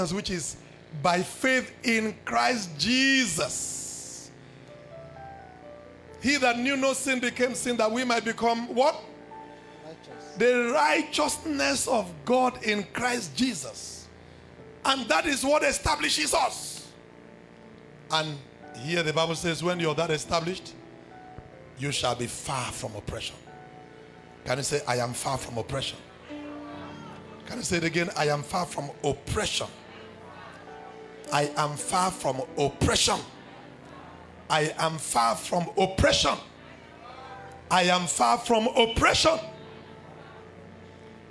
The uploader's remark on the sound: This sermon was preached during our Feast of Champions, Mid Week Service.